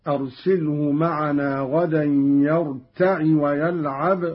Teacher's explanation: قرأ قالون بكسر العين هكذا